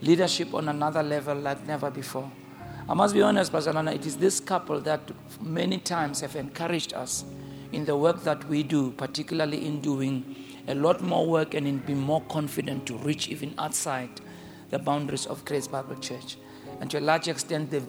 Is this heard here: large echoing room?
yes